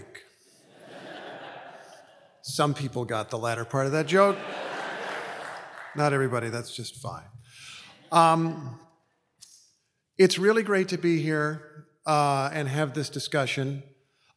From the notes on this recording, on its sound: Speaking at the Westminster Town Hall Forum. This program was recorded in front a live audience at Westminster Presbyterian Church in downtown Minneapolis on October 7, 2023.